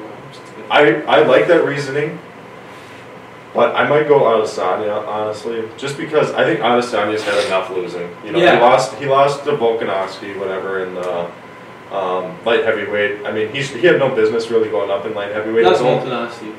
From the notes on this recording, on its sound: Apologize for the audio. One of our mics got messed up so we had to use the camera audio for this episode.